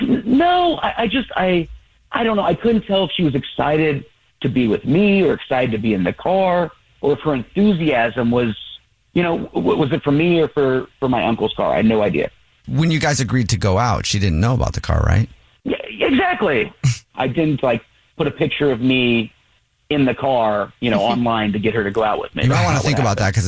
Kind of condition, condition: link, phone line